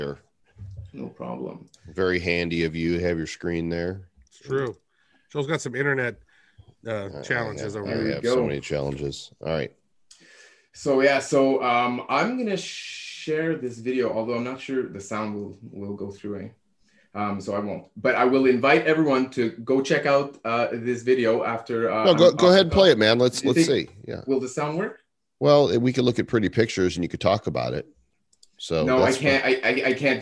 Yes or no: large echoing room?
no